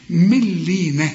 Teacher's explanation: النون بعدها لام، في النطق إذا وصلت كأنها غير موجودة، العلماء بيسموها إدغام كامل بدون غنة، من لينة، شوف مل